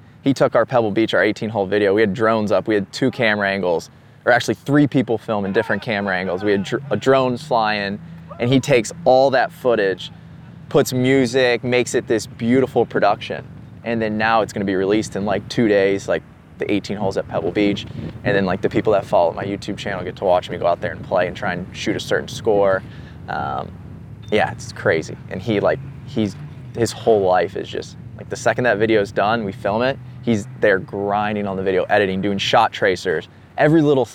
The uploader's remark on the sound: Coming to you live from The 100 Hole Hike brought to you by TaylorMade at The Hay in Pebble Beach. Produced by DBPodcasts.